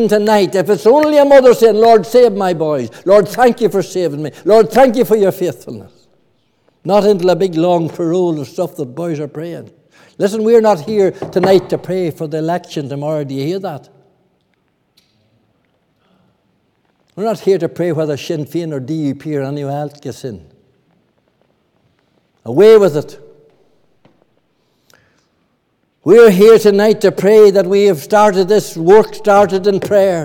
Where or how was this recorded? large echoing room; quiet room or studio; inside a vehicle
large echoing room